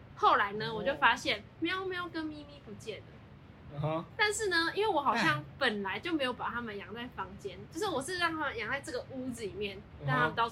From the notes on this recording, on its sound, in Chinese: 這次音質大家見諒見諒